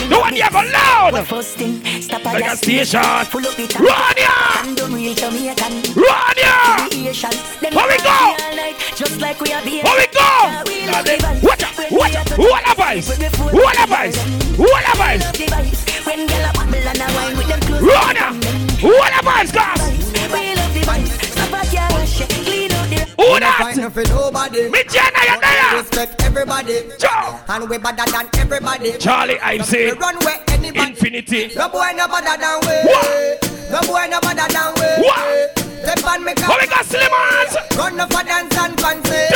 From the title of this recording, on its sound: LIVE AT TIPSY THURSDAYS 9TH JUNE 2022